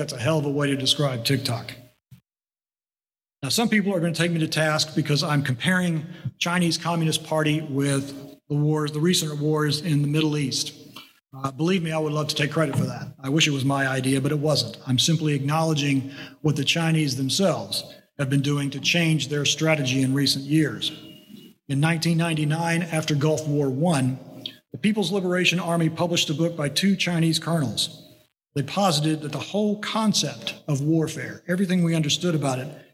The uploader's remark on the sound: Presentation at GNSI’s First Tampa Summit.